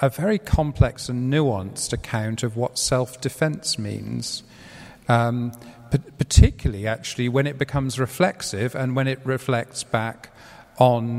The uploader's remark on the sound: This is the question and answer session which followed the Shaykh's lecture. This is the question and answer session which followed the Shaykh's lecture.